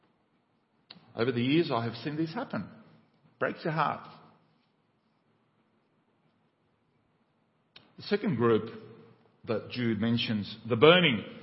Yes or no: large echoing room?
yes